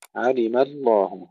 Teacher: الميم مرققة واللام مفخمة من أولها إلى آخرها